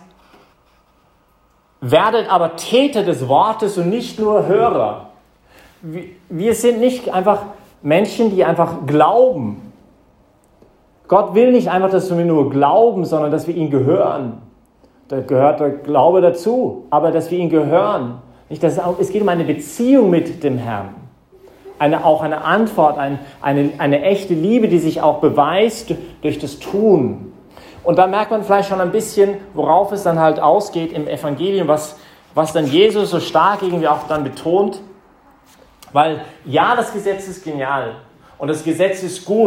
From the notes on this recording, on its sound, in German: Das ist die Predigt, die ich heute Abend bei der YP Messe im Zentrum Johannes Paul II.